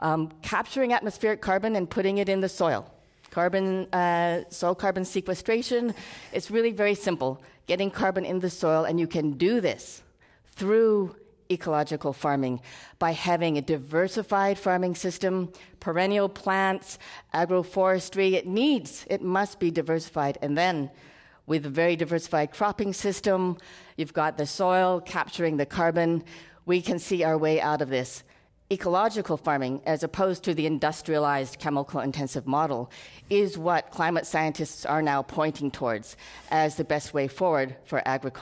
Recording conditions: live audience